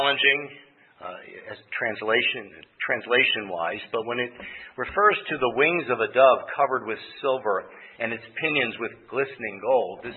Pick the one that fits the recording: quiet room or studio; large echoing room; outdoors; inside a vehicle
large echoing room